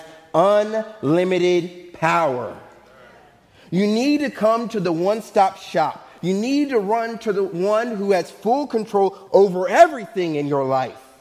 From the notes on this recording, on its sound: Faith Baptist Church in Hamilton, NJ.